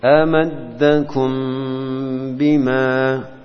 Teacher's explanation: Mim pada ikhfa syafawi diucapkan dengan tetap melekatkan kedua bibir secara lembut, tidak dengan tekanan yang kuat seperti pada bacaan qalb. Tidak pula dengan menyisakan celah di antara keduanya.